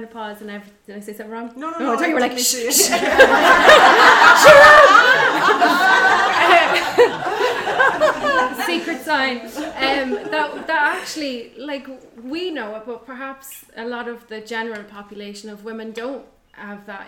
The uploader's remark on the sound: This episode was recorded at a recent Wild Women Within live event.